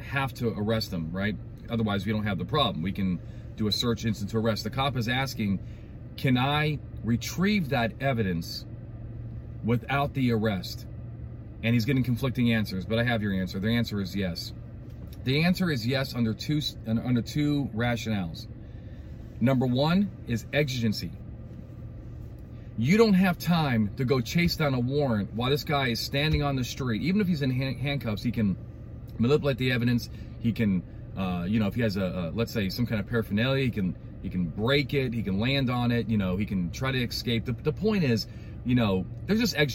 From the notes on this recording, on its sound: I got my little laptop here that I'm reading from the car.